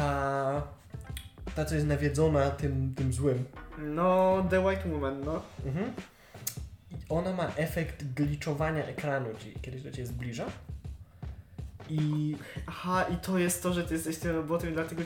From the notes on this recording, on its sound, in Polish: Odcinek został nagrany na półleżąco, z mikrofonem położonym na oparciu kanapy.